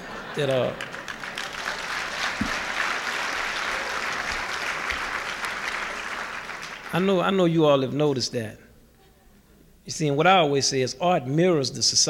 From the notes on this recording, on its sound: Symposium (SD). In this video podcast, recorded at the Academy of Achievement's 1988 Summit in Nashville, Tennessee.